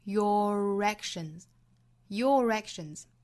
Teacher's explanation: 注意中间有一个小小的 r 的发音来连贯 · Term: 连读